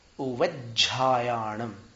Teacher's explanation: अपन करते ही आ रहे हैं इसलिए अपने को मालूम ही है, लेकिन फिर भी समझने की दृष्टि से, उ व, ये व में जो अ है ह्रस्व है, और उसका आघात जिसको स्वराघात कहते हैं ज के साथ होगा, उ व, और फिर झायाणम उवज्झायाणम, ये उसका उच्चारण होगा।